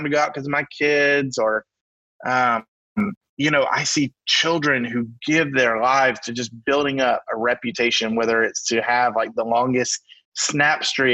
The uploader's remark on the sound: via Zoom